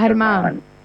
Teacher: the G sound is pronounced like a H, and then you put an accent at the end. So it's pronounced Germán.